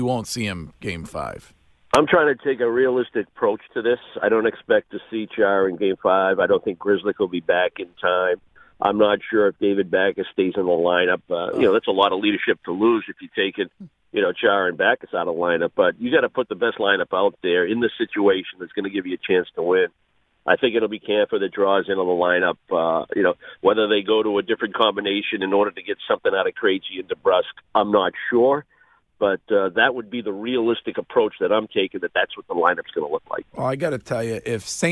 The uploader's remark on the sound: calls into the program this morning